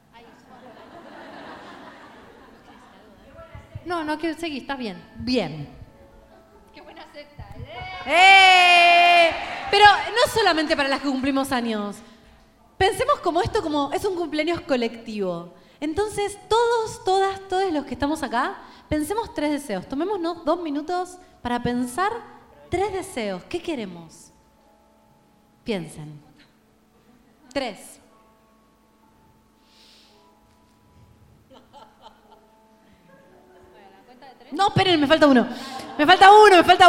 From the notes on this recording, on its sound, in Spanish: En vivo en Rosario. Grabado en vivo durante nuestra gira en la ciudad de Rosario.